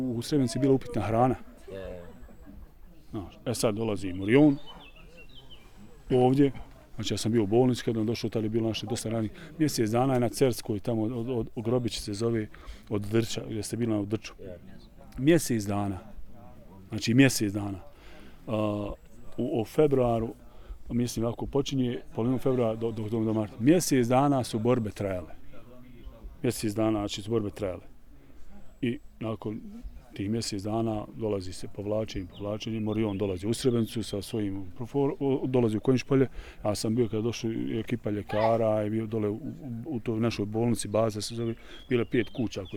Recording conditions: outdoors